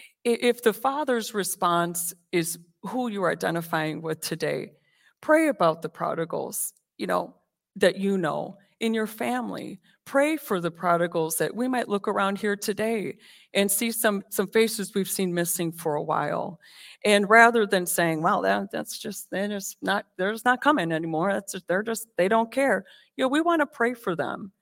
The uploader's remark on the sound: This sermon was recorded live on October 16th 2022 at Newark United Pentecostal Church.